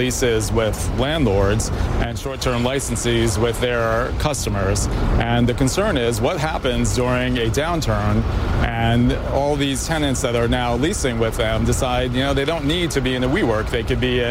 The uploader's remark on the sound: live from the New York Stock Exchange